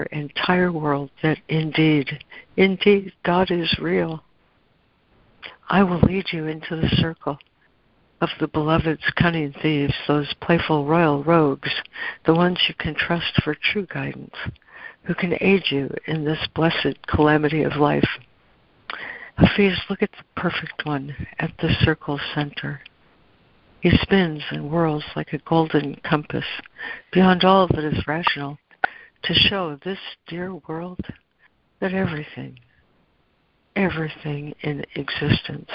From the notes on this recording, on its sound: ACIM Daily Conference Call.